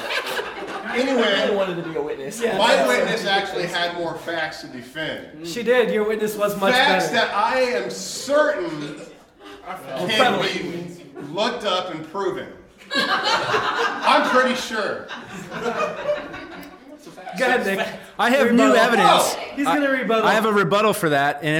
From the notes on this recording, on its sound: Originally Recorded Live at Packrat Comics, it is now performed at MadLabs Columbus the second Saturday of every month! Packrat Comics is a fun family friendly comic shop located in the heart of Old Hilliard.